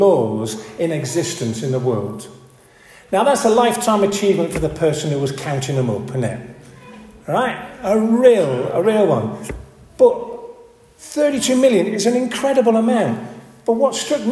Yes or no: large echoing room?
yes